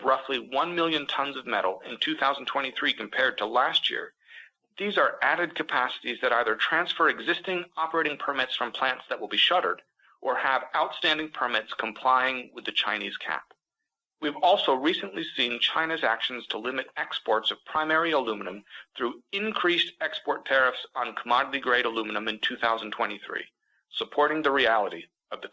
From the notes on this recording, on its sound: highlights from Alcoa’s Q4 2022 conference call